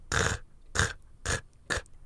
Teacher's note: So if they've got their mouth open and they are trying to clear their throat and do a hoik, that's the genesis of contact of the back part of the tongue with the back part of the mouth